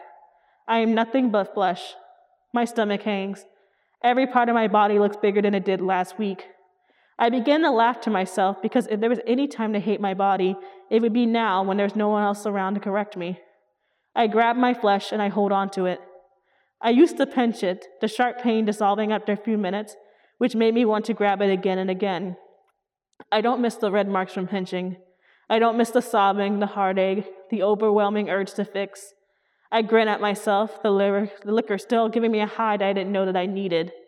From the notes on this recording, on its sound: at the Portland Art Museum as part of the 2020 Portland Book Festival